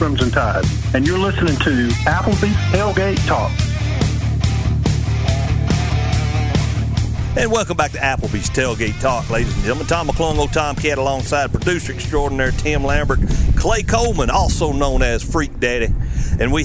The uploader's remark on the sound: Live at Eli's Block Party Car Show